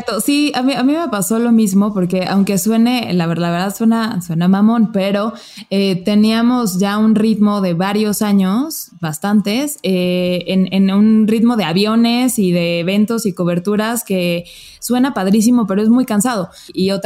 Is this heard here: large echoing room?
no